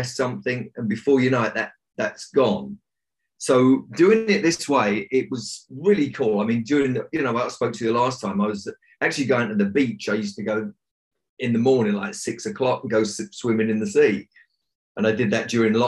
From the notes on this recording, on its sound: on a video zoom chat